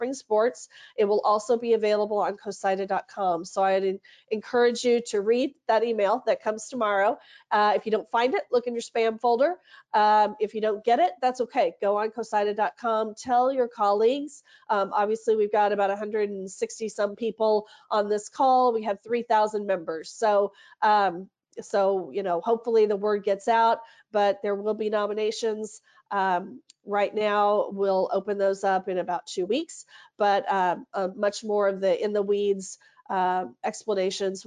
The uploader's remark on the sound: CoSIDA Virtual Town Hall